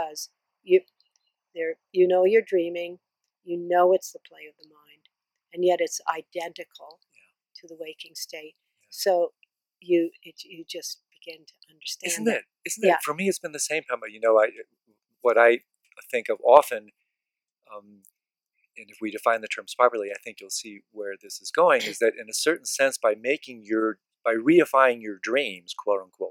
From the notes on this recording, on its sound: This interview was conducted in person and outside, in a lovely garden in Boulder, Colorado. Because it was recorded outside and unedited, be prepared for some “dream signs” that playfully barge into this delightful conversation!